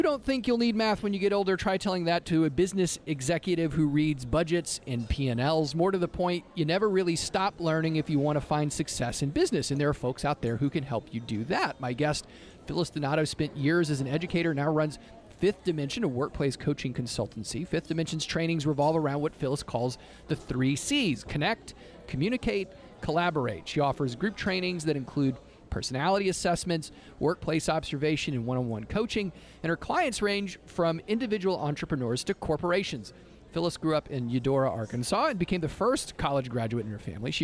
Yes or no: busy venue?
yes